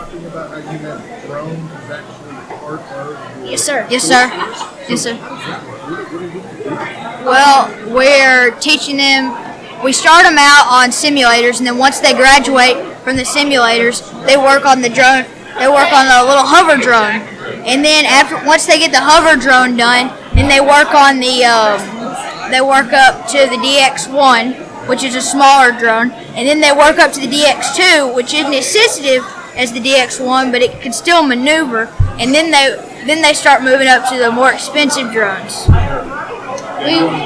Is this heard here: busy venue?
yes